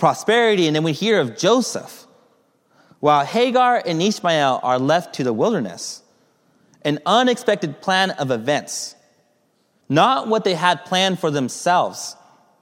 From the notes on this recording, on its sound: Message delivered during the Contemporary Worship